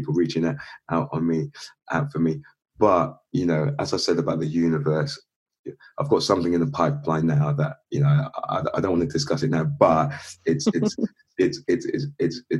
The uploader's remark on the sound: this episode was recorded via Zoom due to COVID19, so we apologise for any sound issues